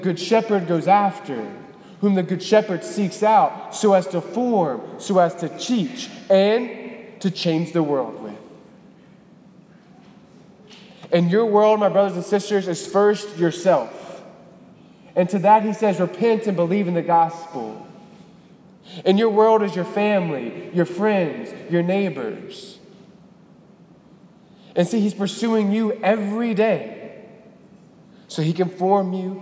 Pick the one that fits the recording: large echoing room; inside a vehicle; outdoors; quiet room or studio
large echoing room